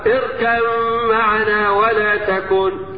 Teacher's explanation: يبقى الادغام ادغام الباء في الميم